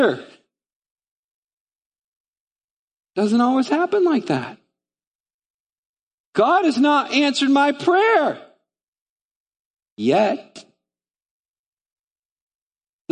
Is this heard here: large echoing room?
yes